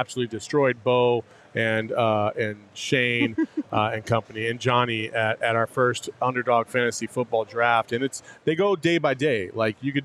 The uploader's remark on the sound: live from Four Peaks